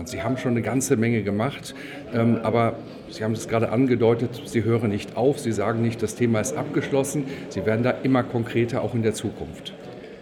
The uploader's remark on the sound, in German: Der Performance Manager Podcast war live vor Ort und hat auf dem größten Controller-Fachtreffen Europas mit den Who‘s Who im Controlling geredet